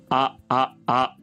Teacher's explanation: 天井です。天井と舌の距離が一番大きくなっている時にこのあの音が出ます。つまり大きく口を開けるっていうことは、当然舌の位置がこの天井、口蓋から見ると一番下の方にあるっていうことですよね。低い位置にあるっていうことで、これを低母音と呼びます。あるいは口の開きに注目した時には口が開いてるわけなんで、ね、これ開母音というふうに言います。口の開きを元にして命名するか、あるいは天井からの下の位置、これが低いというふうにそっちの観点で命名するかっていう違いはあります。で、両方の言い方が流通していますけれども、とりあえずここではですね、下の位置にじゃあ注目しましょうか。低母音、低い母音というふうに定義できます。あっていうのはものすごく大きく縦方向、垂直方向にこう口が開いてますよね。なので口の中の天井、口蓋との距離、口蓋と舌との距離っていうのが最大です。舌が一番低いってことですので、これを低母音と名付けます。